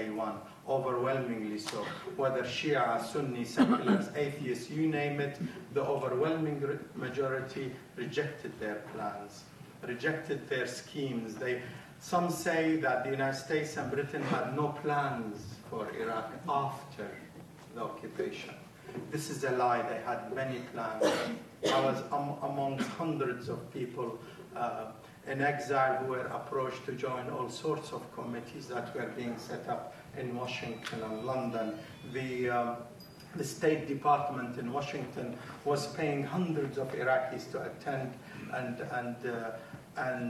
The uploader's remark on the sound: This was recorded at a meeting organised by the Tower Hamlets Stop The War group